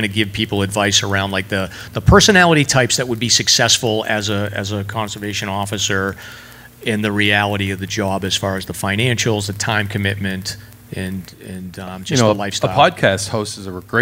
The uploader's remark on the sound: Live Show at Reklis Brewing. Live from Reklis Brewing Company.